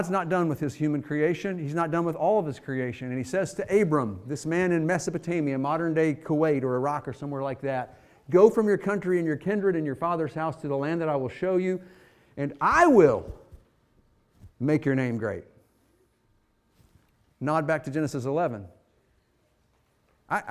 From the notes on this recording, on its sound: Fuquay-Varina church of Christ sermon audio from Sunday, January 21, 2024.